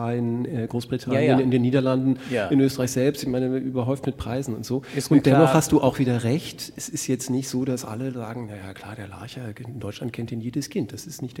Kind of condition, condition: setting, live audience